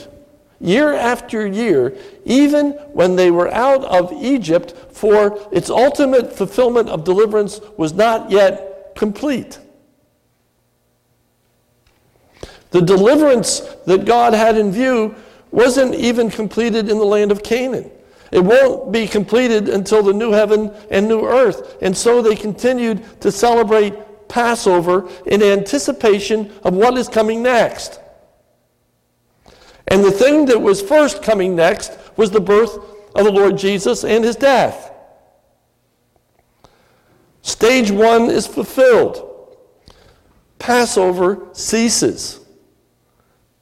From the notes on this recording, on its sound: This is a sermon recorded at the Lebanon Bible Fellowship Church in Lebanon, PA on 12/31/2017 during the evening communion service